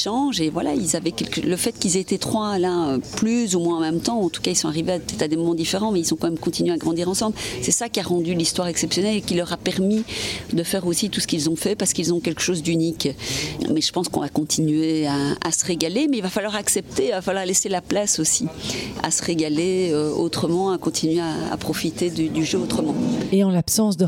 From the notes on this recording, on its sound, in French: Je l’ai rencontrée dans le cadre d’une conférence de presse organisée à l’occasion des 50 ans d’engagement de BNP Paribas dans le tennis.